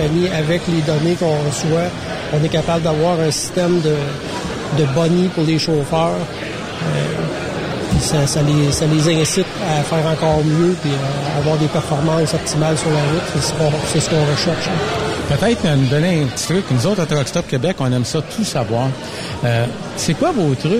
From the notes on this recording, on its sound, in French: En direct de chez ISAAC Instruments pour la conférence des utilisateurs.